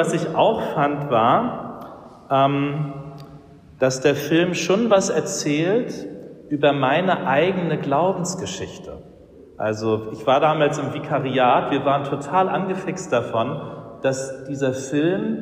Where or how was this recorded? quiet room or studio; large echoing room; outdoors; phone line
large echoing room